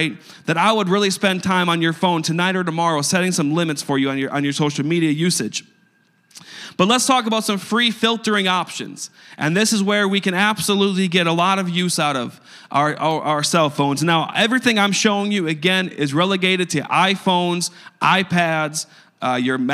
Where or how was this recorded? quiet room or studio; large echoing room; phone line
large echoing room